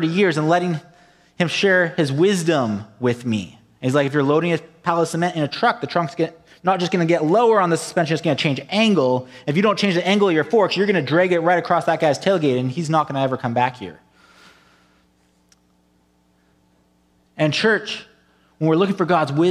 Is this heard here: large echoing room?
yes